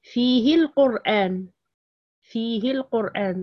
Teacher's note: الحكم هنا تحذف الصلة، لماذا؟ للتخلص من التقاء ساكنين